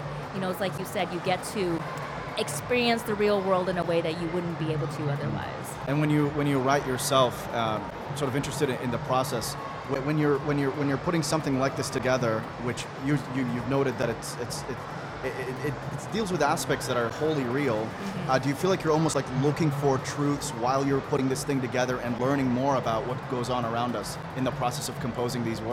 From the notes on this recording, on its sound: Live interview from SIBF 2022